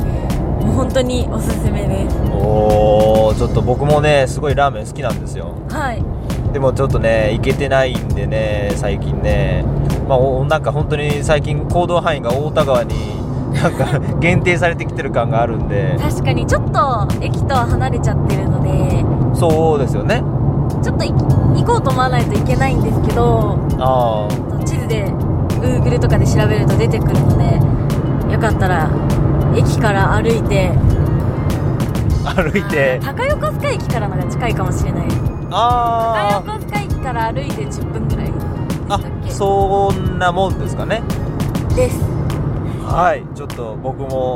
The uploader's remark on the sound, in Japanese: 下條村への道中で録り貯めした「ボクワタ」音声